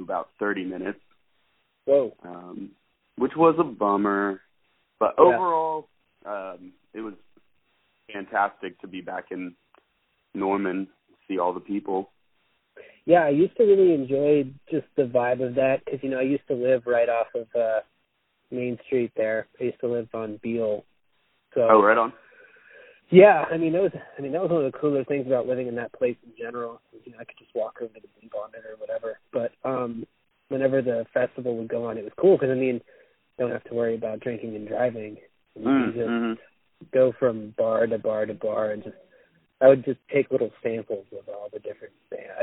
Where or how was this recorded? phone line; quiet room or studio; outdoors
phone line